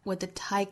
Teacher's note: What 尾部的 t 的音直接略掉